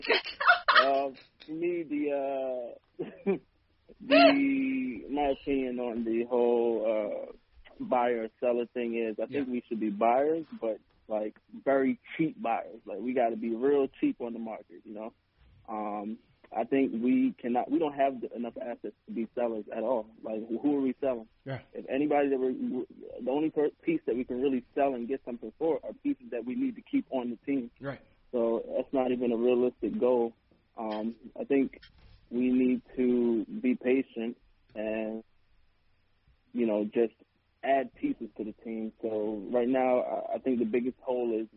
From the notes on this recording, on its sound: Post Game Show | Highlights & Callers. Take phone calls from fans around the world.